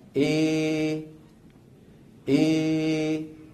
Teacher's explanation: ومن العرب من يفعل ذلك ولكن بنسبة أكبر، يرفع لسان وسط لسانه أكثر فيخرج صوت ممزوج بين الألف والياء، فيه ألف وفيه ياء بنسبة واحدة، يعني 50% ألف 50% ياء. · Term: الإمالة الكبرى